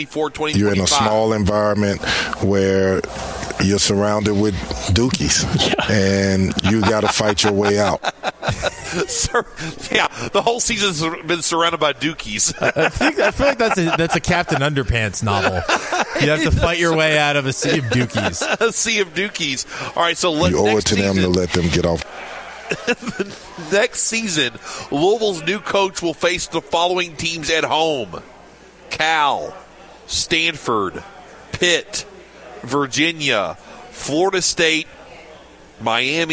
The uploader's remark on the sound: Broadcasting live from BW3s on Westport Road!